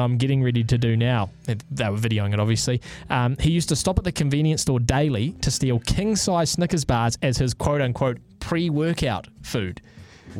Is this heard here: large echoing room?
no